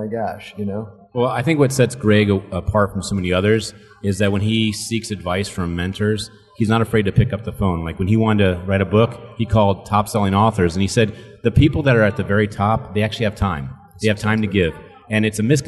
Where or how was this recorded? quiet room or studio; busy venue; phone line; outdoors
busy venue